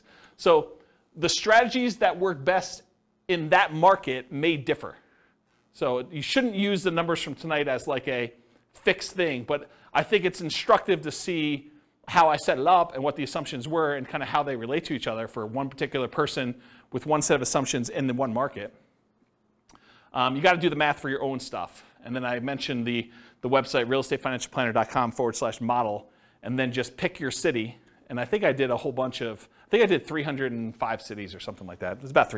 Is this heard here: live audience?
yes